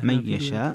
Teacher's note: من يشاء هنا فيها ترك الغنة، ترك الغنة لخلف عن حمزة.